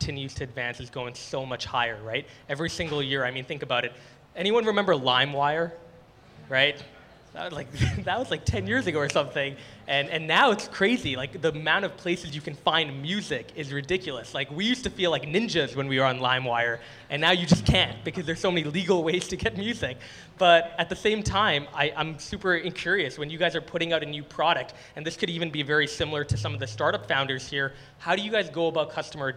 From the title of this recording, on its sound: Live at Soho Innovation Lab